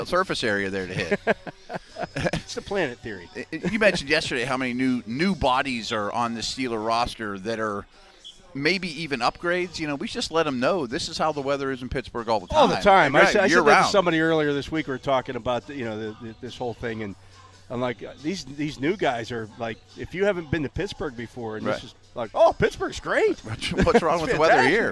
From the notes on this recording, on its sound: The Drive live from OTAs. Are live from Steelers OTA's to wrap up week 2 of practices.